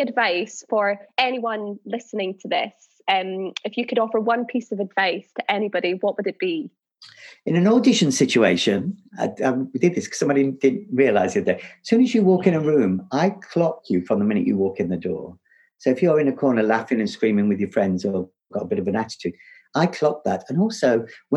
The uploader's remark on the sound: This episode was recorded over Zoom